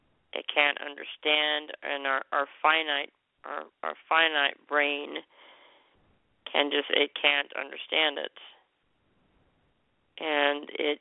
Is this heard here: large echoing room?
no